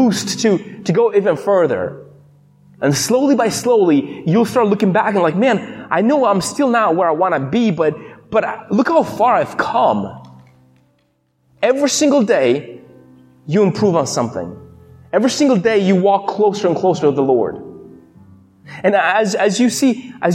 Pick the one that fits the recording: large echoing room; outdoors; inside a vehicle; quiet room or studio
large echoing room